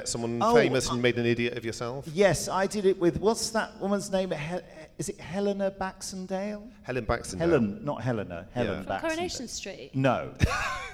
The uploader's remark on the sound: Are in attendance at the Chicago TARDIS convention. Join them on stage for this 'recorded-as-live' podcast.